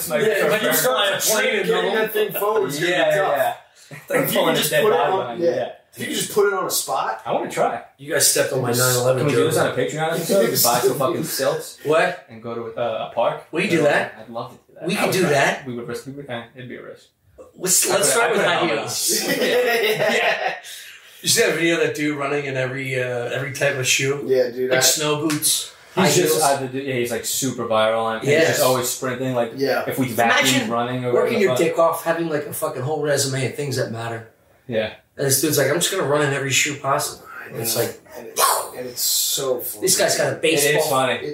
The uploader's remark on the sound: I remastered the back up audio and hope its tolerable.